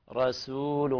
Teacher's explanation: ترقيق السين لا تقلبها إلى صاد